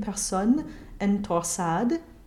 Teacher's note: after a consonant, an S will remain unvoiced, as we have here in Personne and Torsade.